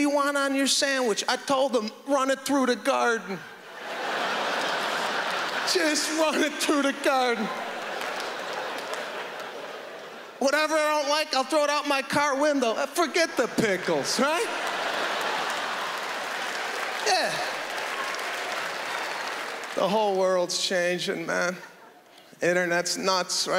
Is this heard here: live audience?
yes